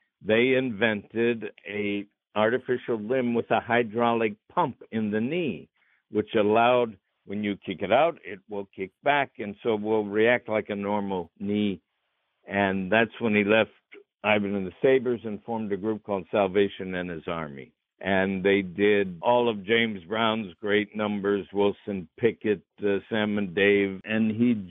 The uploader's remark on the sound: spoke by phone